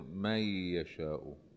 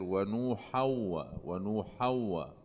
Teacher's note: فيها إدغام يعني النون بتطير وبصير في عنا شدي على الياء الحرف اللي بعد النون